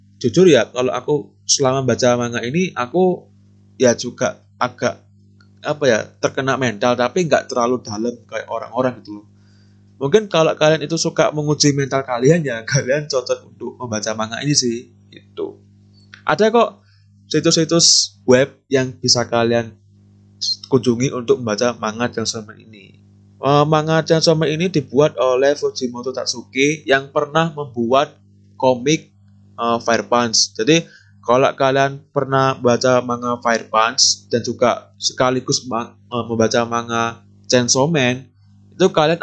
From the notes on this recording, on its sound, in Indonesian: Mohon maaf kalau suaranya di episode kali ini jelek.